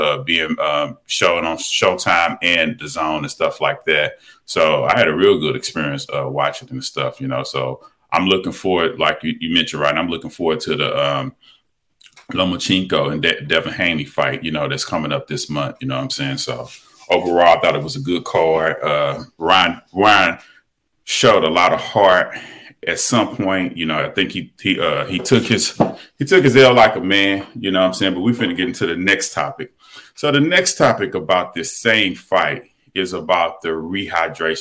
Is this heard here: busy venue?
no